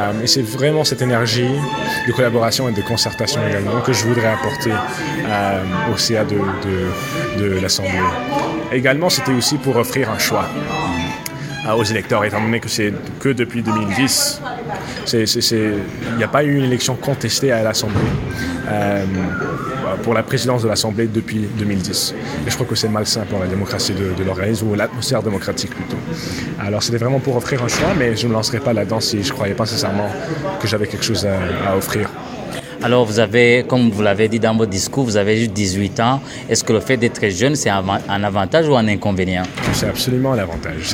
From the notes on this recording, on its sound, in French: Ambiance Festive au Congrès de l'AFO. A vu rassembler des délégués et membres venus des quatre coins de la province.